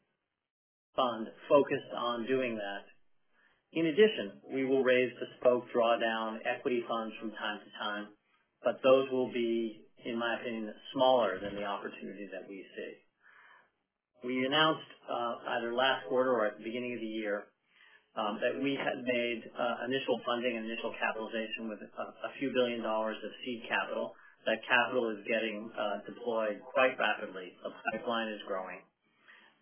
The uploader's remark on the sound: Earnings Conference Call